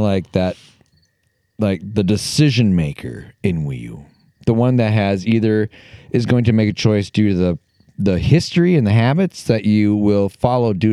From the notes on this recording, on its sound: We take our conversation outdoors, sparking a tangent-filled discussion amidst the picturesque outdoors of Minnesota. Despite being plagued by fears of erroneous pricey fines for audio copyright infringements of background music.